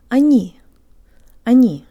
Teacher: The eyes see the O in они, and the brain says, that's an O sound, but it's actually not. Tell your brain that sometimes O's sound like ah's.